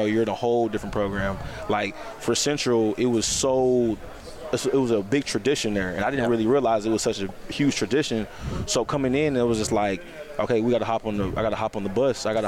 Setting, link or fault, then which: setting, busy venue